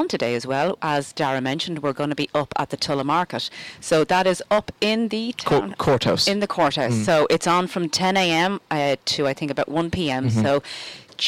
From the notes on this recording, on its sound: broadcast from the Stand at Tulla GAA pitch as part of Tulla Music Festival